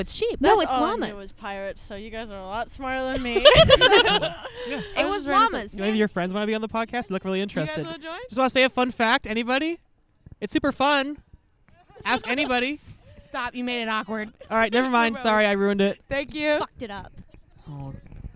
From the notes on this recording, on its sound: Today we were outside, that's the whole concept, just being outside. Sit across the path from the Silver Sands food truck and just have a chat with anyone who decided to walk up, mostly familiar voices.